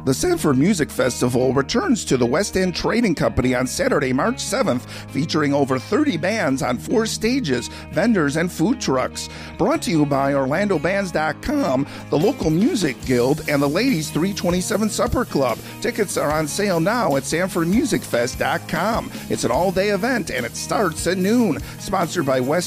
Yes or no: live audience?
no